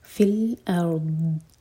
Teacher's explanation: حمزہ یہاں پر لائٹ، را ساکن ہیوی